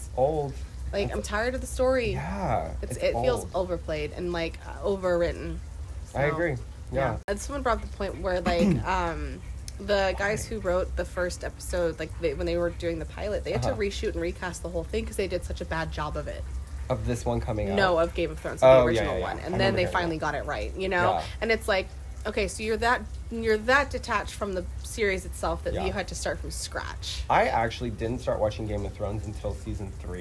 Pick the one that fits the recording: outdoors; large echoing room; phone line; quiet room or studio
outdoors